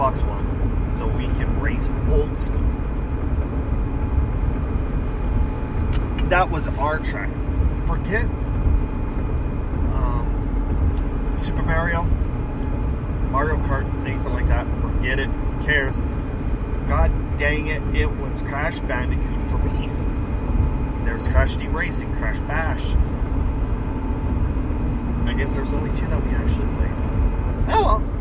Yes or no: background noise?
yes